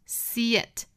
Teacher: unless your friends are there to see it 这个 r 做弱读， friends there to see itto 弱读， see 和后面的 it 连读，元音加元音连读加 ye，同样跟我们刚才讲到的那个加 wo 是一样的情况，不能够加成十足的一个 ye，不是 see it、啊、这样就太难听了，应该是一个假的半元音，发到一半了就去连接后面的元音